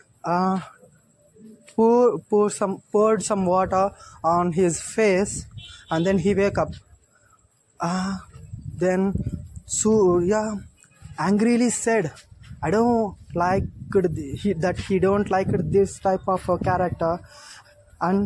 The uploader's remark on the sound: Sorry for background noise